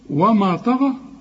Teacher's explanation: الطاء والغين هم المفخمين، وكمان المد بتاع الغين طغى مفخم برضه